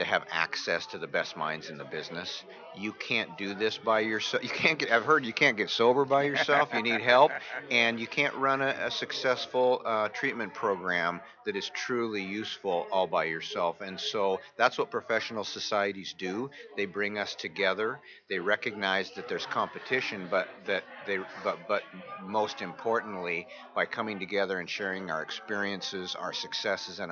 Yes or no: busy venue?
yes